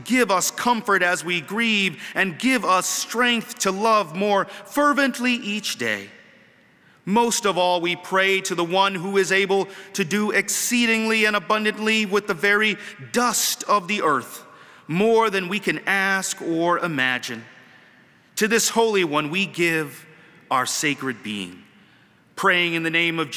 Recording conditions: large echoing room